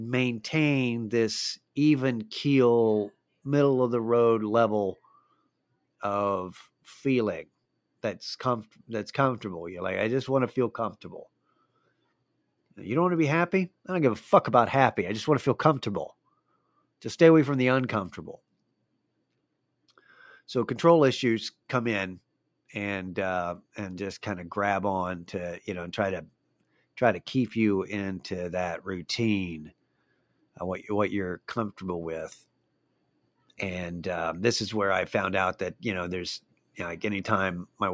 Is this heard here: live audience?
no